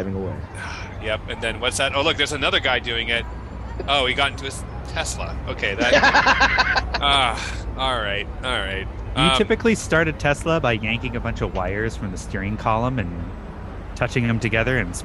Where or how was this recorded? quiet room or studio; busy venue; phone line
busy venue